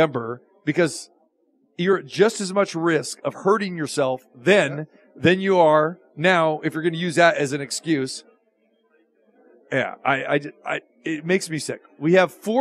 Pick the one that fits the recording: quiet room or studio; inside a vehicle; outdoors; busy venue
busy venue